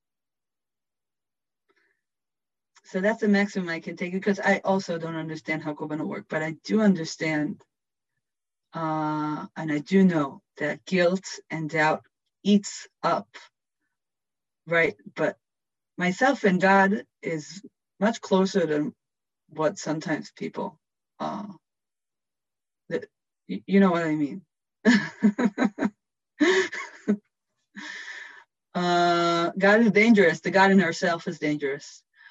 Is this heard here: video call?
yes